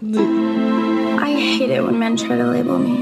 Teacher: this girl has vocal fry right here